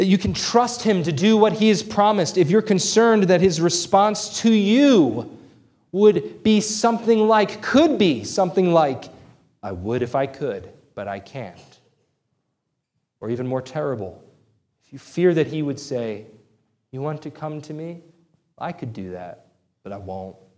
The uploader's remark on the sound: This sermon was preached on June 25, 2023 at Antioch Presbyterian Church, a mission work of Calvary Presbytery of the Presbyterian Church in America located in Woodruff, South Carolina.